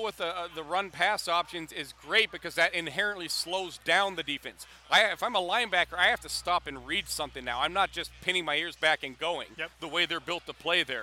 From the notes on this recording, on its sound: Recorded from Radio Row at Super Bowl 52